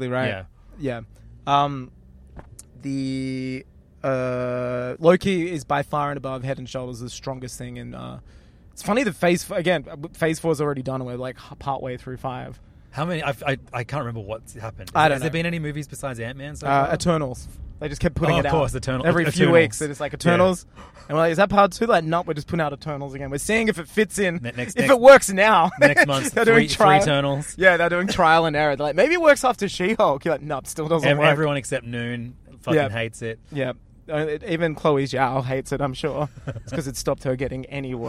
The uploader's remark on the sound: Two boys in a car driving to the premiere of a TV show at a movie theatre